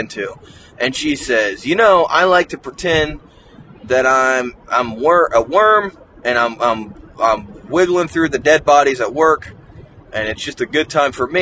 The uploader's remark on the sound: The audio may not be great this episode since we are driving.